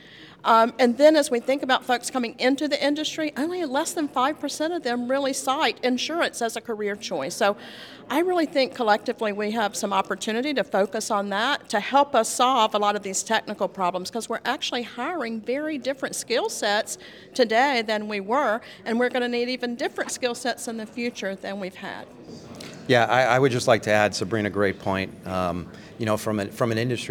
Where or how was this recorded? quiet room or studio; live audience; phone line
live audience